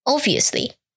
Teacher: don't pronounce the B sound